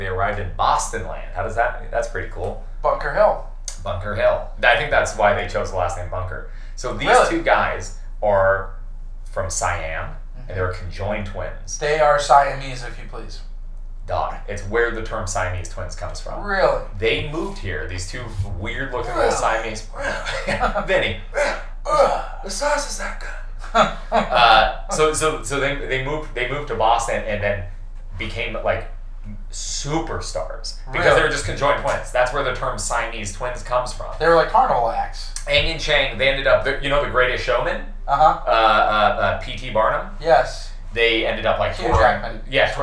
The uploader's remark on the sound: Great ep, horrible audio.